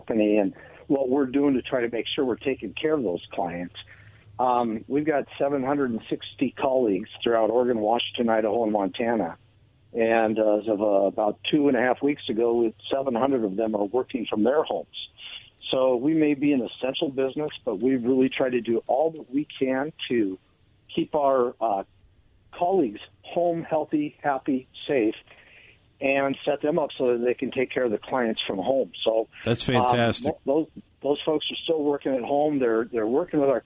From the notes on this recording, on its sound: Special phone guest